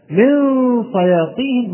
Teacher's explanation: نلاحظ أن هذا الإخفاء فيه بعض الغلظة